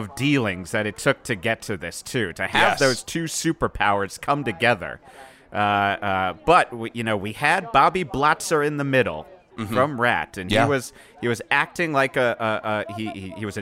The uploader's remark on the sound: live from the launch of the "800,000 Tons Of Nuthin But Guns" rock cruise sponsored by Livingston Cruise Line!